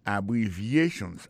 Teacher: accent tonique là tombé sous troisième syllabe là